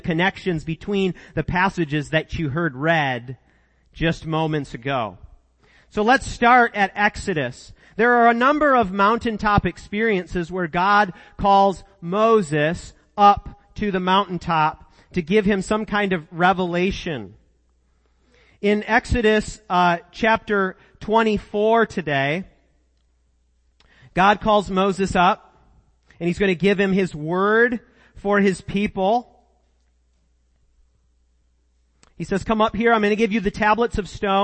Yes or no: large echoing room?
yes